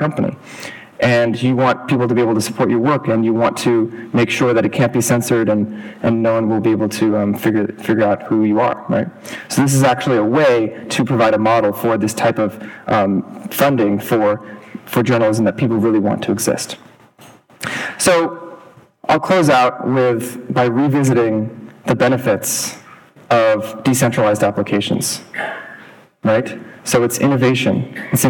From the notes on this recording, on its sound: Three brief talks from the recent New Context Conference